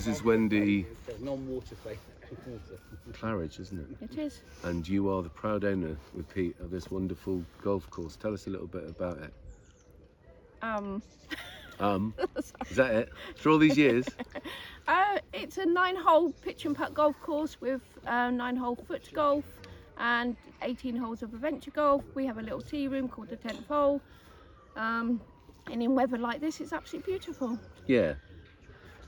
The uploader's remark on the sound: checks in from setting up the Unlock Reset part 2 festival at the Pitch and Putt in Monkton Park, Chippenham